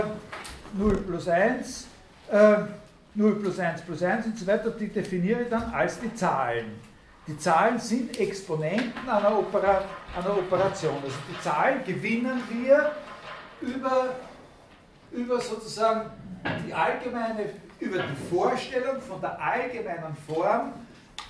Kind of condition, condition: setting, large echoing room